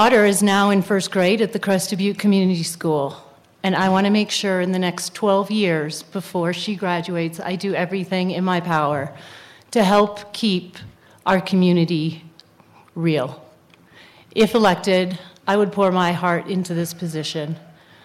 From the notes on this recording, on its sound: broadcast live at the Center for the Arts Crested butte